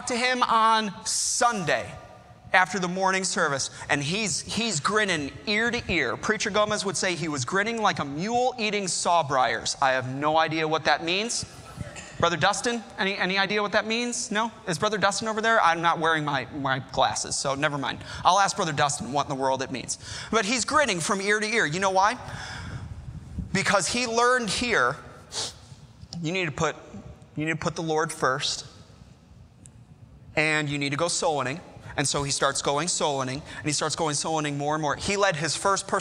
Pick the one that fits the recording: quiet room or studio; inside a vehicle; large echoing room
large echoing room